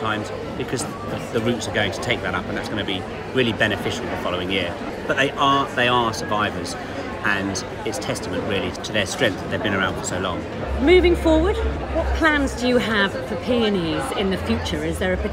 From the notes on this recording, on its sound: From BBC Gardeners' World Live, June 2023. Visits the BBC Gardeners' World Live show, at the NEC in Birmingham.